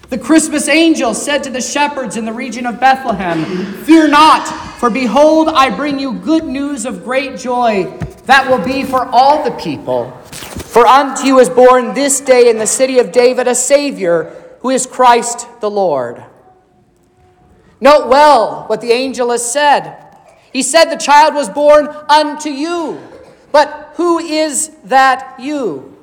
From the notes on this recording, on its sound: This is the sermon preached at Trinity Lutheran Church on Sunday, December 14th, 2023, which was Christmas Eve